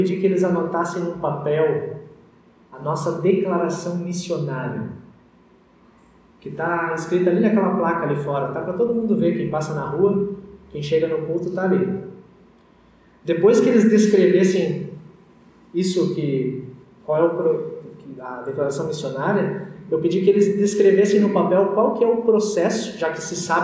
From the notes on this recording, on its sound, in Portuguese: Áudio da mensagem do útlimo culto presencial antes das restrições em função da pandemia da COVID-19.